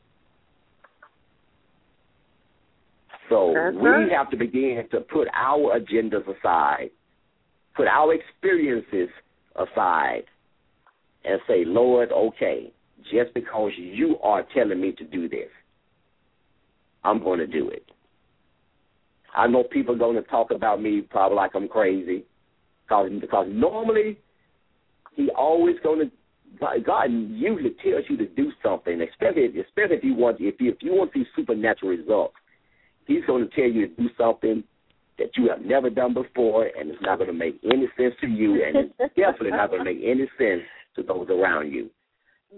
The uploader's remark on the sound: LML uses a progressive live call in format.